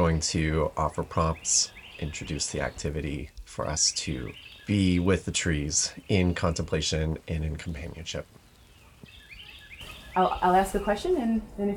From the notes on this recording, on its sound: In March 2023 during our Forest Bathing Retreat in North Carolina. Made some recordings of our time together - sounds of the forest, some testimonials and poetry by participants.